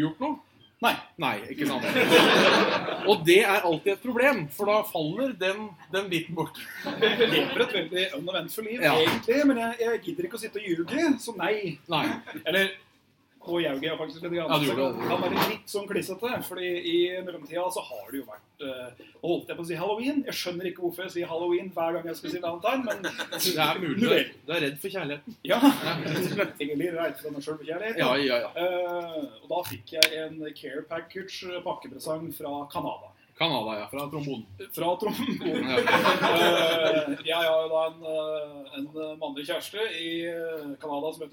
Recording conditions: poor sound quality